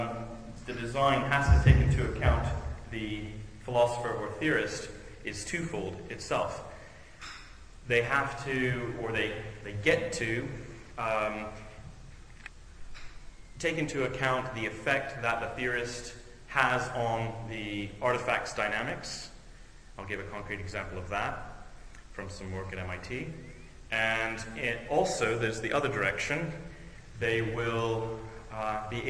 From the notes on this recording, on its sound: On July 11th, 2007, I gave an invited lecture. I gave an invited lecture as part of a Royal Academy of Engineering seminar entitled: "AI and IT: Where Philosophy and Engineering Meet", itself a part of their Philosophy of Engineering series.